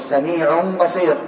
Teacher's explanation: الميم من النون يعني بدل النون سميع بصير انظر سميع بصير التنوين هنا هو عبارة عن نون ساكنة وبعدها الباء فحصل الإقلاب تقلب ميما